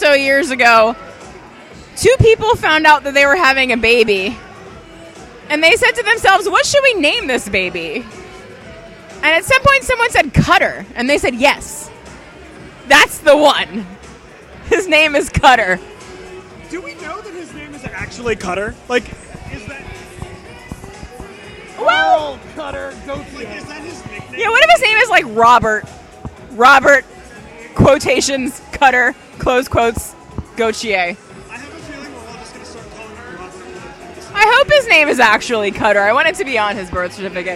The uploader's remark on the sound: Live(ish) from the 2022 Draft Party